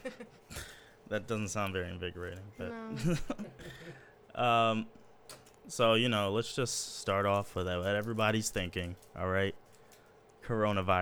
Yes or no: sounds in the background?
yes